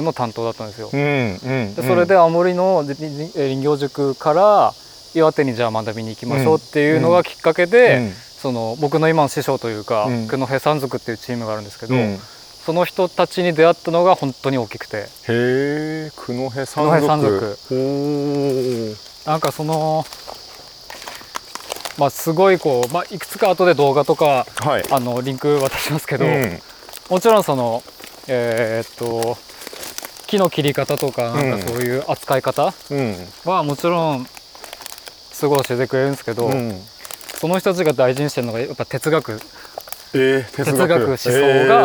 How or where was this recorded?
outdoors